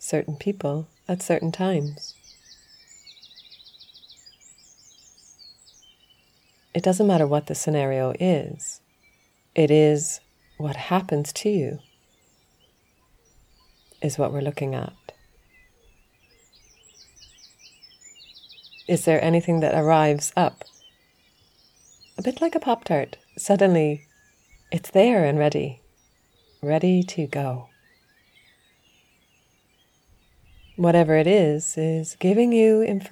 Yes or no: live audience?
no